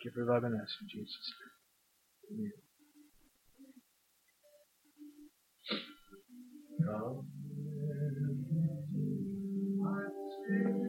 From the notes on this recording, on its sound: Recorded in 2012 at First Baptist Church Red Springs. (Audio starts at 0:06 mark.)